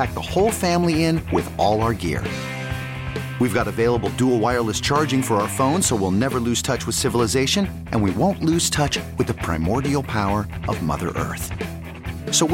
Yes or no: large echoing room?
no